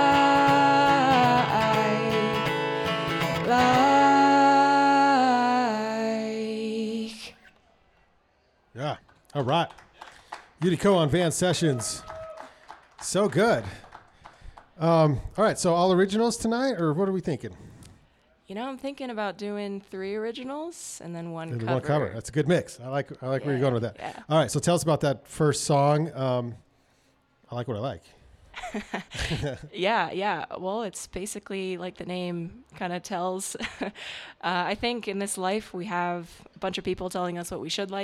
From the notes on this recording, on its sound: A LIVE studio audience recording of Van Sessions at The Monarch! Recorded during Ogden's First Friday Art Stroll. Join us every first Friday for recordings at The Monarch Building in Ogden, Utah.